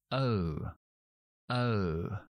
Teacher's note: No es O, sino es una schwa con una U. U, O. O.